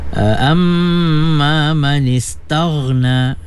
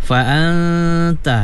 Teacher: nun mati lagi bertemu ta, ikhfa, kena gunnah 2 harakat